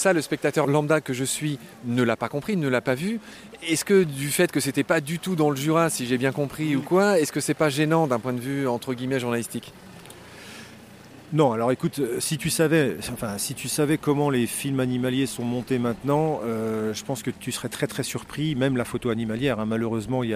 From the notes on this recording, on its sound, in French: mini-interviews réalisée au Festival Photo Montier